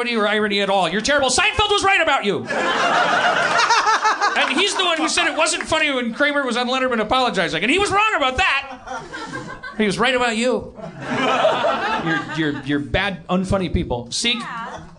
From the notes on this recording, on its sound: An over zealous fan brings hot sauce to the stage.